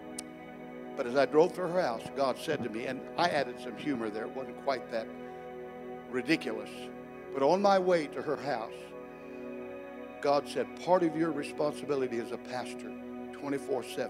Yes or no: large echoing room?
yes